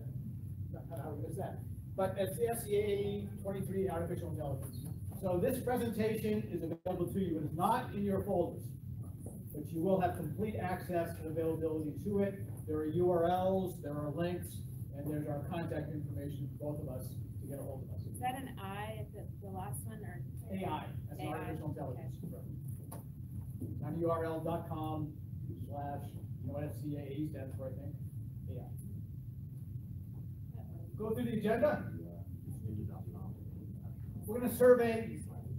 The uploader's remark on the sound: present at the South Carolina Association of Accounting Educators (SCAAE) Conference